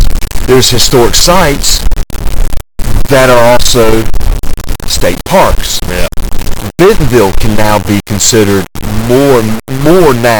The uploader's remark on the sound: I return to Brunswick Town to interview the site manager. The quality of the original interview was perfect, but I developed some kind of white noise when I transferred the audio.